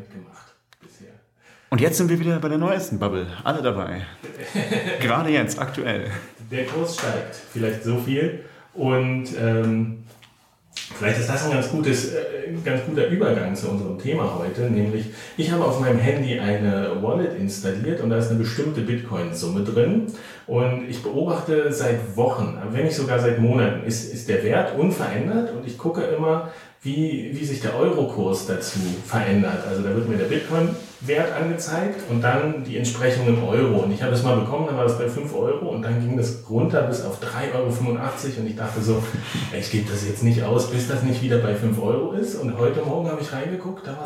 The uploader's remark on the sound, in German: Der Honigdachs als Fern-Stammtisch. Wer sich beim Hören wundert, dass der Ton dieser Folge etwas hallig ist – da hat uns die Technik einen Strich durch die Rechnung gemacht.